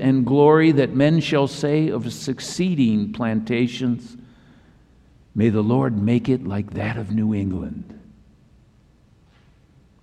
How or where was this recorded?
large echoing room